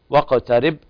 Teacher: الباء حكمها القلقلة عند الوقف